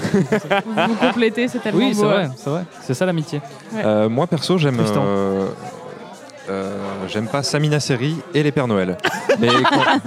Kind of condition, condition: setting, busy venue